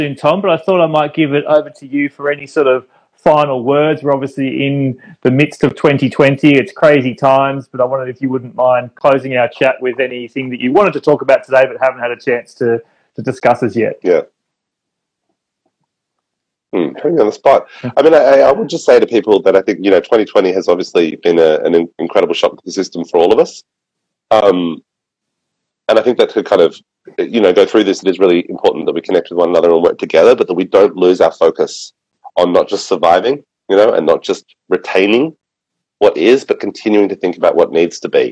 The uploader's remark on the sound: In this episode we cut to a quick call with one of the founders of Seeweedery.